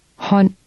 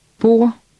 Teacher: In Danish, D is silent when it follows L, R, or N.